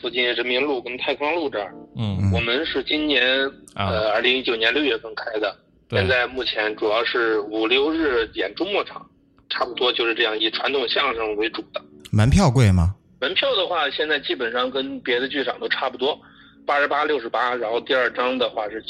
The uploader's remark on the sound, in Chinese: 电话连线第一期